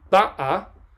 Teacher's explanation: It's got the same vowels, ba'a. But it's pronounced very slightly differently, with the stress on the first syllable, on the bet.